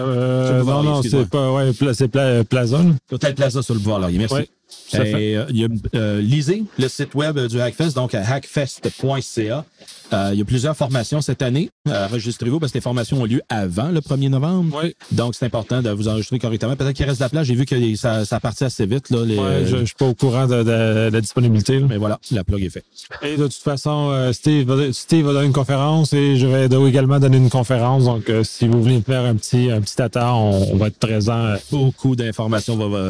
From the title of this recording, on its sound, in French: Épisode au Colloque ISACA 2019